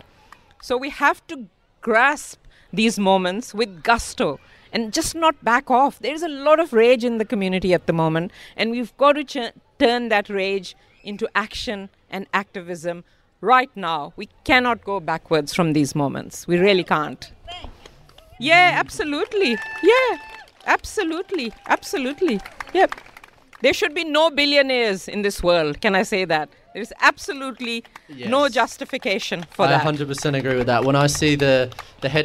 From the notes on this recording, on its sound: Hosted live at Renew Fest in May, and it's incredible to have such an energetic and progressive crowd in the background of the conversation. The energy from the live crowd at Renew Fest.